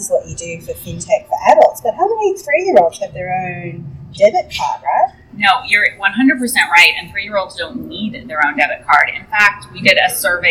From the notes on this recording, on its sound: This podcast was recorded live at #fincon22, and the sound quality is less than perfect.